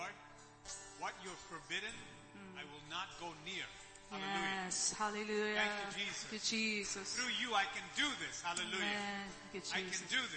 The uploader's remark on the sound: ELBIM Church Sunday LIVE Stream Audio